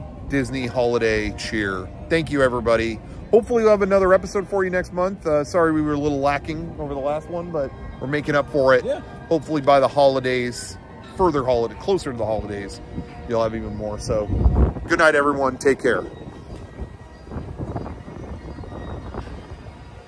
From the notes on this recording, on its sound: Recorded at the Main Street train station at Disneyland